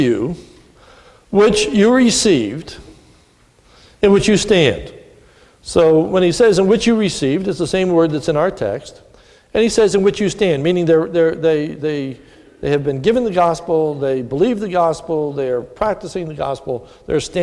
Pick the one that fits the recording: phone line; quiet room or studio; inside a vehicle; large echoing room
large echoing room